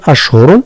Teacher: الحج أشهر معلومات، ثم أشهر، حذاري من التفخيم، أشهر لا نفخم إلا الراء، أشهر، ثم يعني حذاري من قلقلة الشين، لا نقول أشهر، أشهر، ثم التنوين تاع أشهر يقع إدغام في الميم تاع معلومات بغنة فتصبح أشهر معلومات.